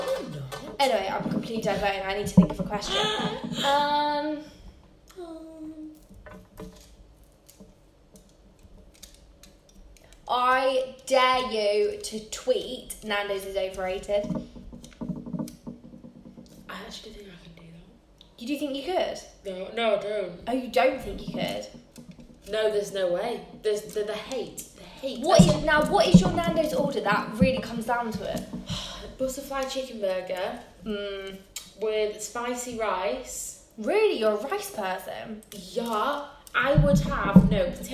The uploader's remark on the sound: apologies for the background noise